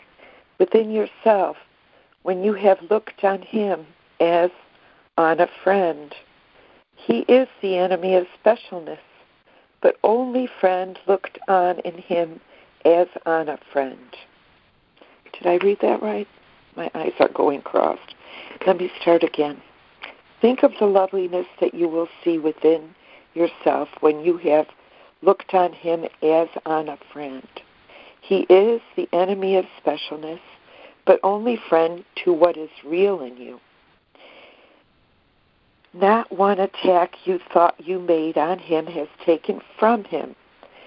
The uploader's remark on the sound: ACIM Daily Conference Call.